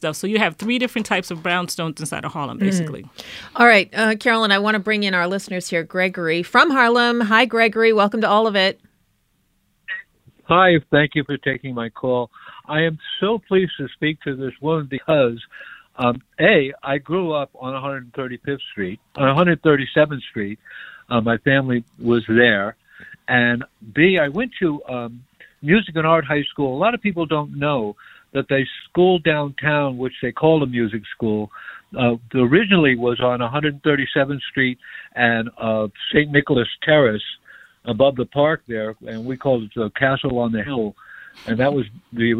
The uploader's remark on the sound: take your calls